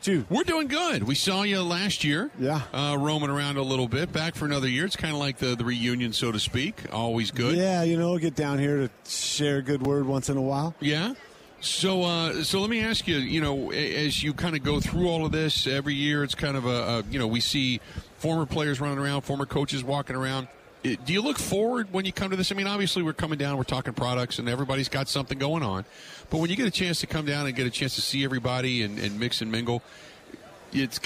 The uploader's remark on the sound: Live From Super Bowl Radio Row